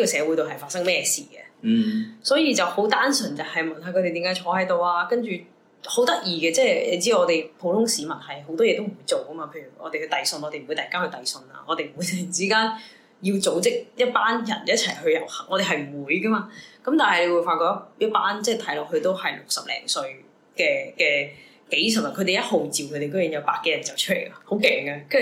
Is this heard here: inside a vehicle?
no